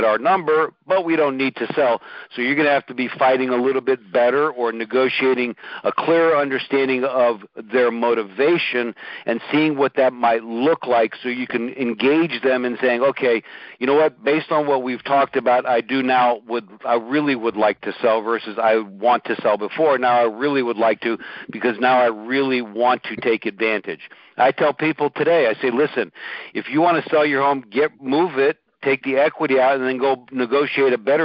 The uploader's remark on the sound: In this Group Call recording.